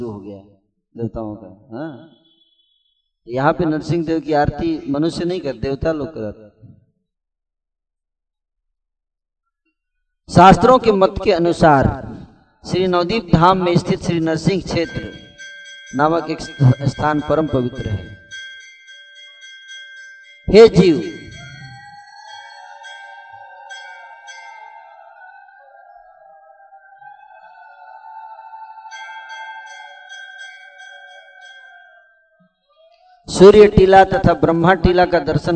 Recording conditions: live audience